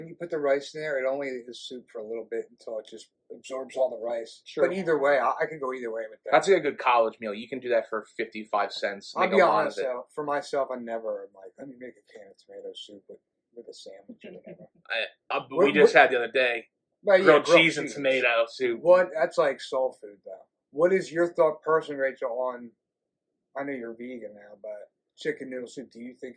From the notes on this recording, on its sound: We apologize that the audio quality on this episode is not up to our usual standard but we had some technical issues.